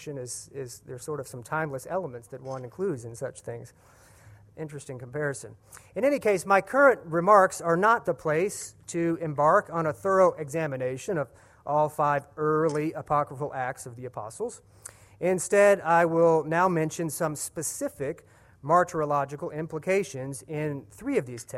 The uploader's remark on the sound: at the 2015 Center for Ancient Christian Studies Martyrdom in the Early Church conference